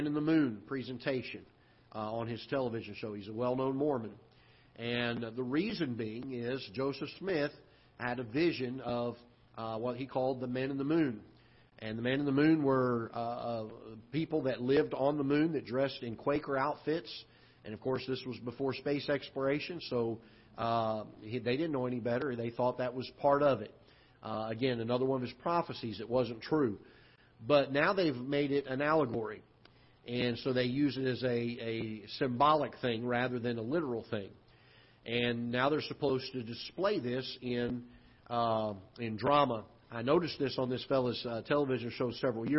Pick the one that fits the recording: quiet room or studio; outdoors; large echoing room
large echoing room